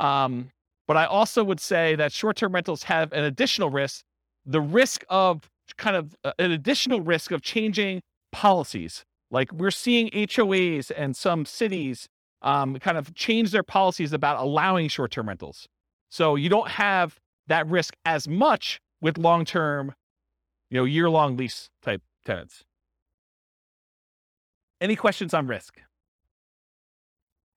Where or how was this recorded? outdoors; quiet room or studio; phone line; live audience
live audience